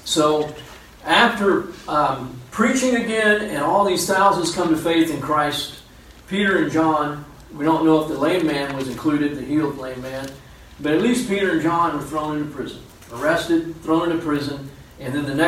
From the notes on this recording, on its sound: Unfortunately the main audio recording did not work so we had to use a back-up recording.